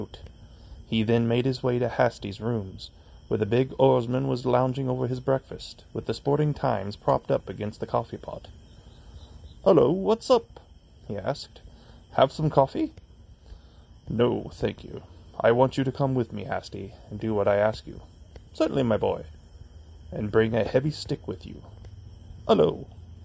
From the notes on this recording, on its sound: Tonight, I come to you from Yale Cemetery in Barton County, Missouri.